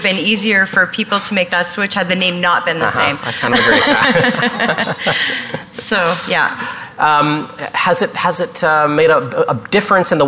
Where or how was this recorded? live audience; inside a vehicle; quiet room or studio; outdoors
live audience